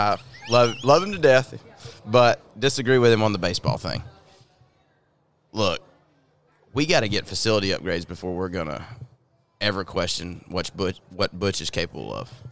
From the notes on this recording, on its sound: broadcast live from Baumhower's Victory Grill in Auburn